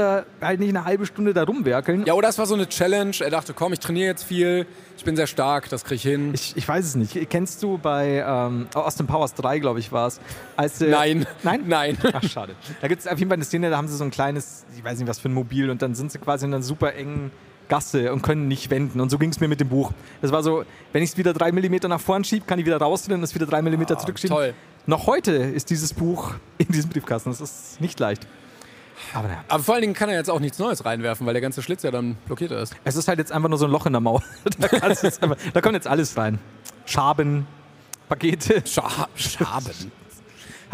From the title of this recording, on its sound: LIVE in Hamburg